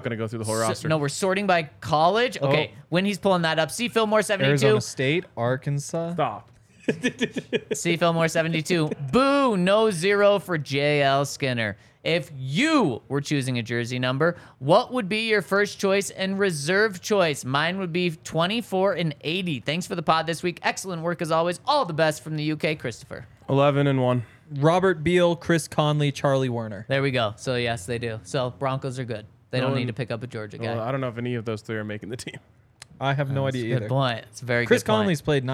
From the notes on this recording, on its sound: coming to you LIVE from the DNVR Bar